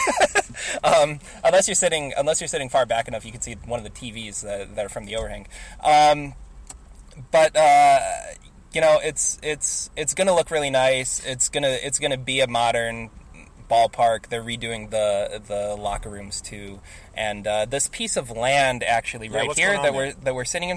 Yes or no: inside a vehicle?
yes